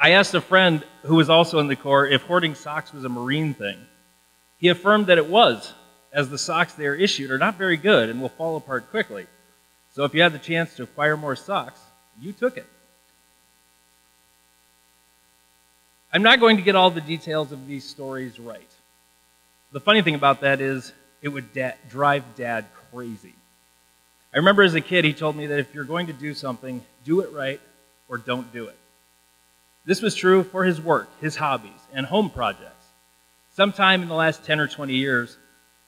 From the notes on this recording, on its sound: The audio quality is not great, there was a buzz in the church audio system. I did my best to get rid of it.